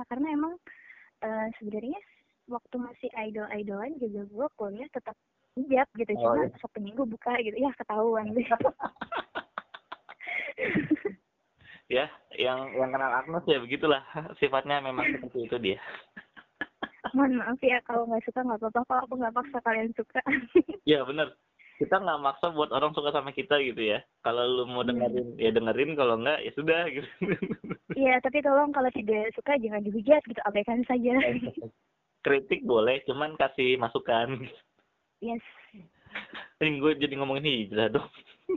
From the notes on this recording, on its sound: By phone ditengah wabah Covid 19.